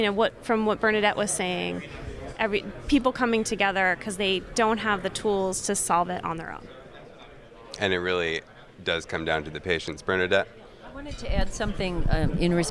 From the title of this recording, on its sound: Live from JPM